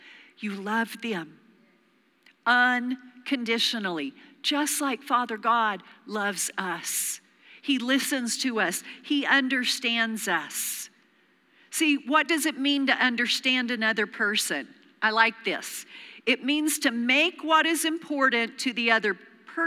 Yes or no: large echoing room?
yes